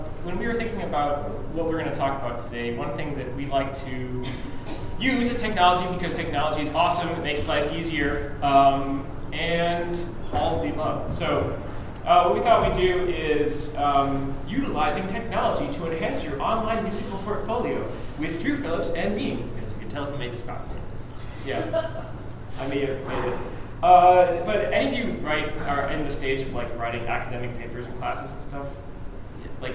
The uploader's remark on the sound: Where we performed, judged competitions, and gave a lecture at the Mid-South Horn Workshop. We recorded the lecture and have made it available here to listen.